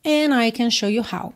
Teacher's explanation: Quando eu tenho N e D ou T encerrando uma palavra e depois um som de vogal na próxima palavra, eu posso, se quiser, omitir esse T ou D e ligar pelo N direto